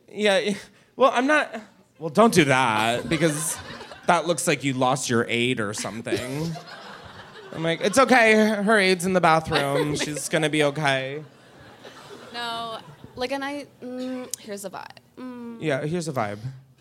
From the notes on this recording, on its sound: Live from the Punch Line in Philly. Gets wild with the audience.